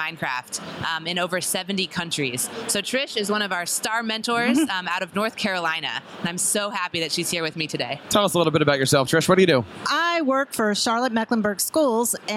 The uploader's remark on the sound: LIVE from ISTE